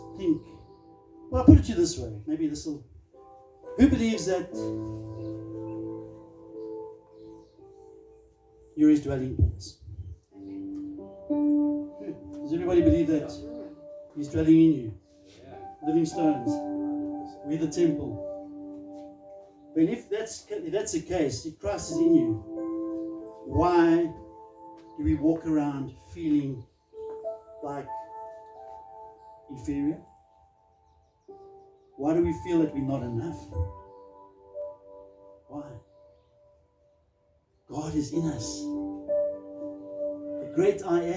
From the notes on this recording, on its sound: Recorded live on 15 October 2023 at Love Beyond Church.